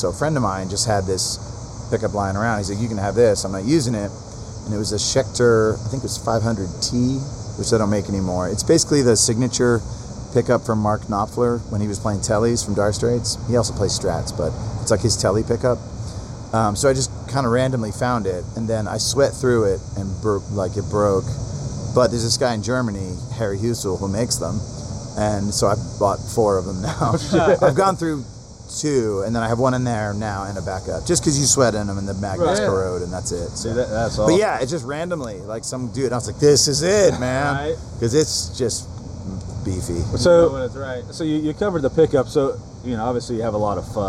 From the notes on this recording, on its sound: This was recorded on 8/18/2018 at The Spacebar in Columbus, Oh.